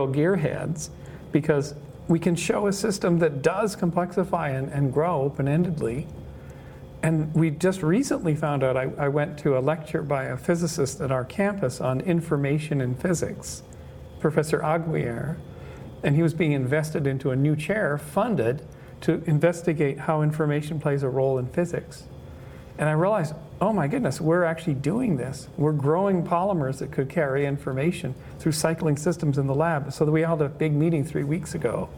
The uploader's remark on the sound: Talks from the June 2017 Science of Consciousness Conference in La Jolla, California. Consciousness Central (recording and cover photo).